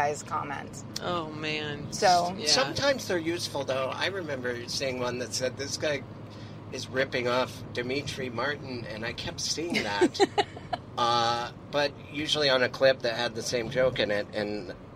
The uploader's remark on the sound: In the Car